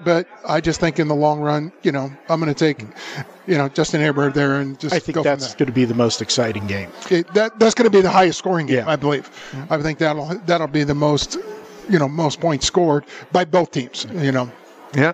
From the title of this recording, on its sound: Live from the Superbook at the Westgate Las Vegas